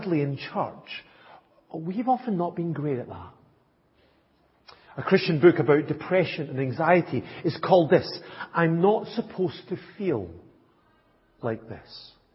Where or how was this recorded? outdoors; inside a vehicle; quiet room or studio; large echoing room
large echoing room